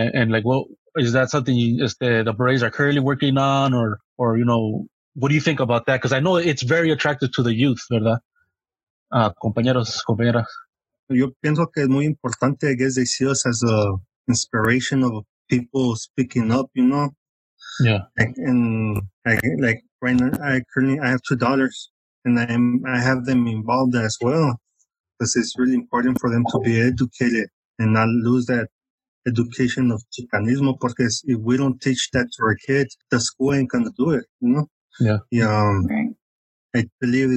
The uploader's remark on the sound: a recording made May 14, 2020 in a Zoom/Facebook live webinar